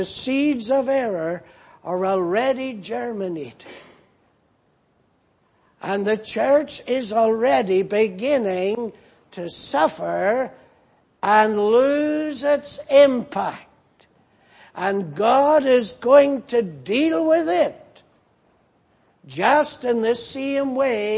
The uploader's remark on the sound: at the Lord's Day Morning service on 26th August, 2018